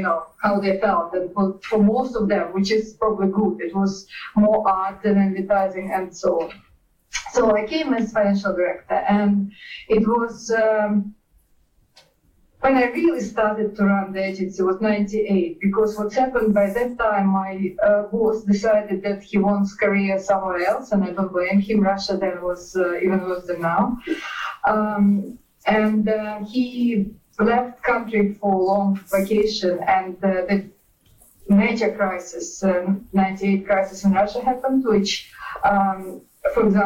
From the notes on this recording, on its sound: Skype audio from Russia is tricky, but hang in there!